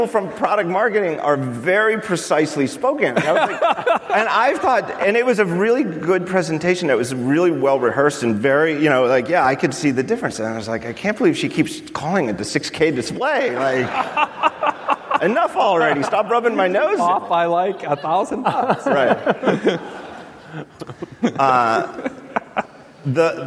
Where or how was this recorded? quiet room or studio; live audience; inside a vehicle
live audience